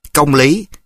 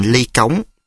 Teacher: Cách nói lái của miền Bắc đảo vị trí của hai tiếng, dấu giọng giữ lại, thành ra nó nằm trên tiếng mới như công lý, nói lái thành ly cống.